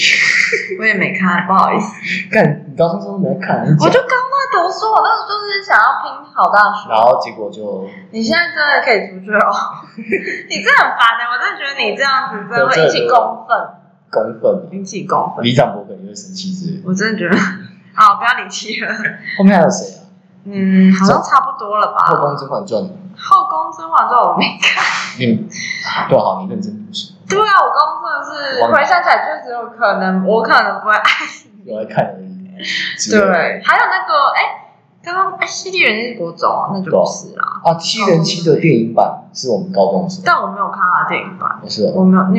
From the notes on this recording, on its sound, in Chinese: 掰惹為這一集因為錄音場所有換。所以回音比較重。因為這次錄音地點找得比較臨時XDD回音嚴重的部分真的十分抱歉。